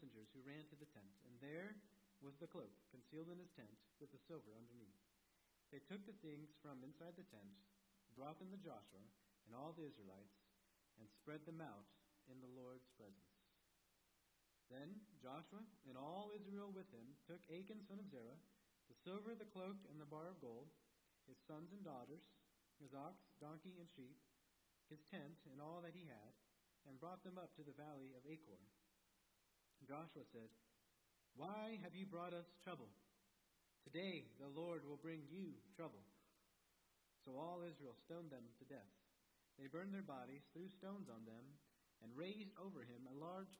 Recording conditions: large echoing room